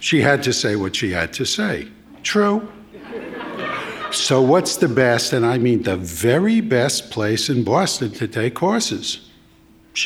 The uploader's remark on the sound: A live Selected Shorts event.